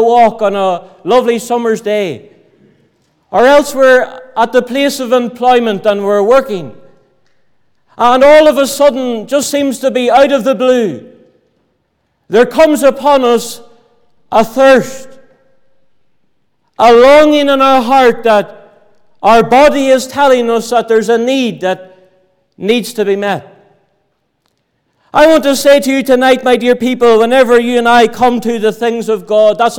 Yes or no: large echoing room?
yes